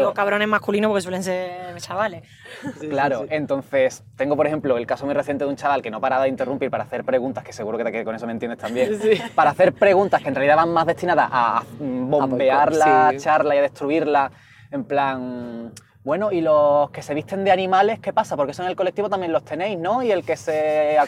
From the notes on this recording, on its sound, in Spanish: mientras damos un paseo por el barrio de Vallekas